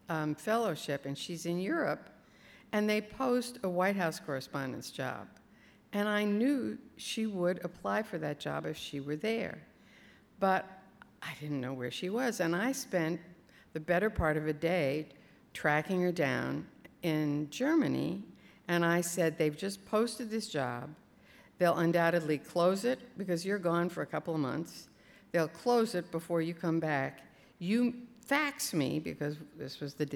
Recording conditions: live audience